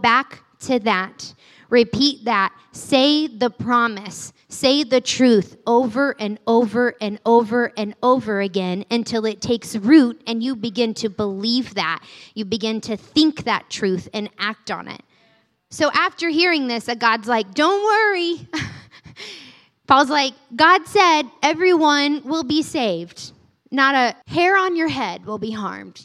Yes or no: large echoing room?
yes